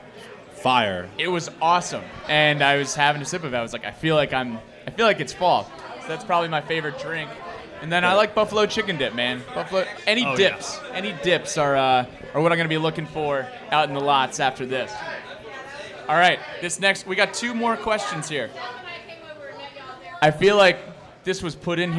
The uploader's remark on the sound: The Spring Game Pregame Show live from Sharkey's. Came together down in Blacksburg.